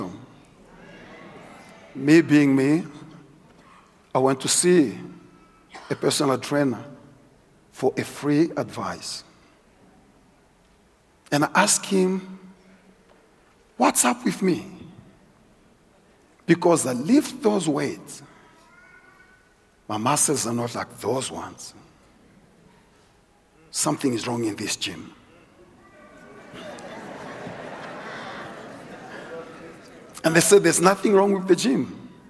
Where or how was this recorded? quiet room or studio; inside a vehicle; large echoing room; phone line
large echoing room